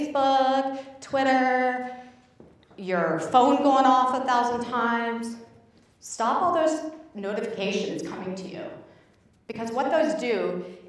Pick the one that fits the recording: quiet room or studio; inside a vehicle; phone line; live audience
live audience